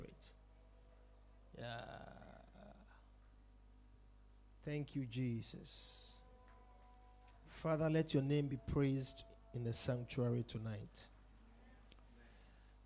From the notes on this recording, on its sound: Preached at The Supernatural Encounter Service.